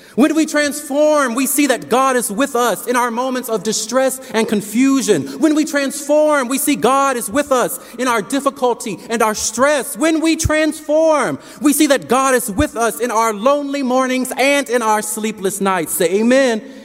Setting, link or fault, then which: setting, large echoing room